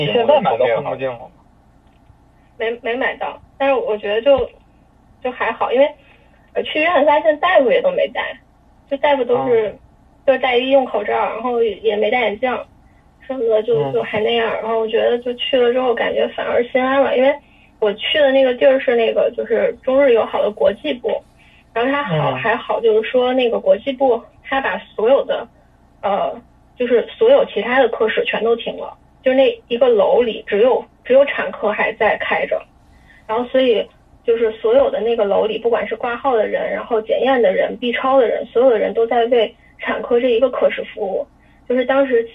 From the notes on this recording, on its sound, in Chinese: 这期节目代表了居家隔离十几天之后，一个相聚的时刻。夜里用微信群聊云录音。一个共创真人秀录出了电话会议的感觉。